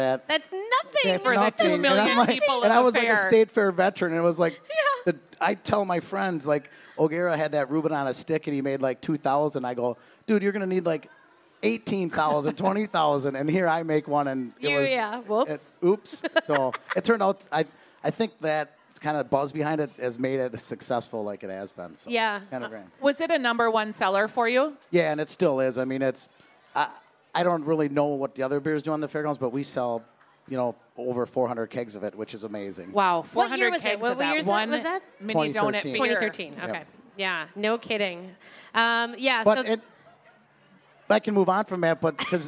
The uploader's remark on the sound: Live from the KSTP Stage at the Minnesota State Fair